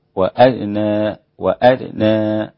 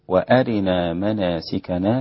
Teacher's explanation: والدوري باختلاس كسر الراء والباقون بكسرة كاملة